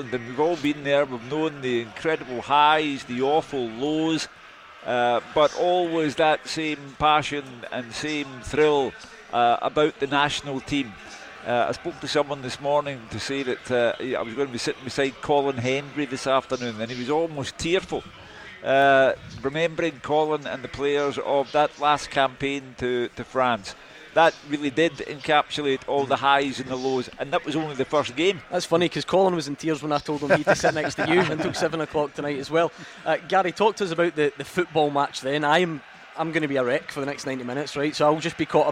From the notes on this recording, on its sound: live from Scotland HQ at Drygate Brewery